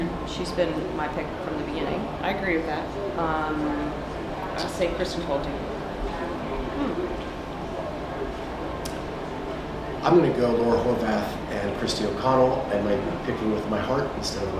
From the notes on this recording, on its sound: Friday Night Live at the CrossFit Games. Are spending the week in Madison, WI at the NOBULL CrossFit Games.